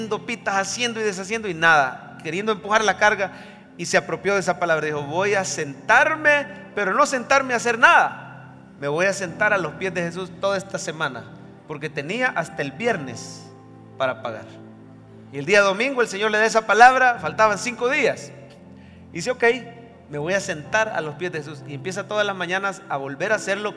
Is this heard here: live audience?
yes